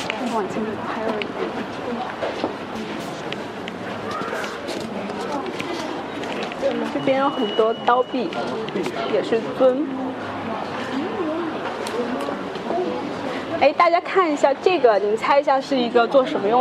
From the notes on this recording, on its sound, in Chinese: 这期节目，我们播放的是9月25日在上博青铜馆的现场录音。